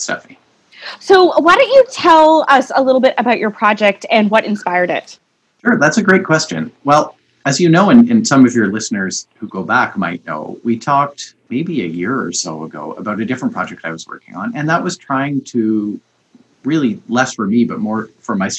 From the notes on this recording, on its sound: over the internet